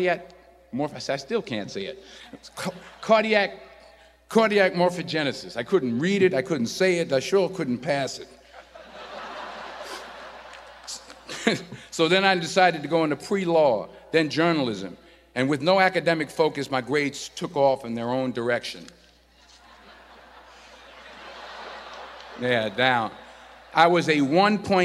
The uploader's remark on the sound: In this commencement address.